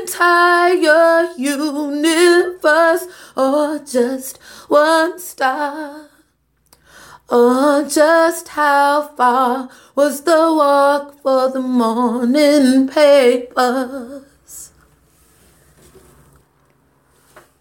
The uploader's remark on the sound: Acapella mobile phone recording